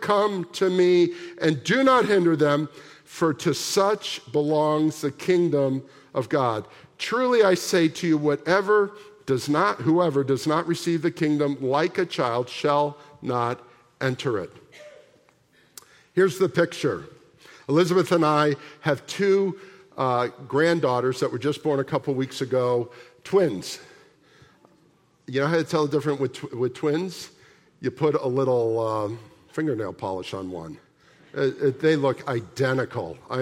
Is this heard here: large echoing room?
yes